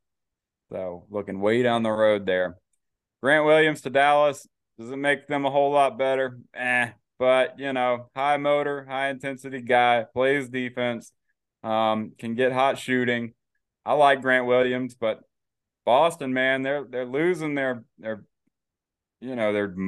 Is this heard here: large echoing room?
no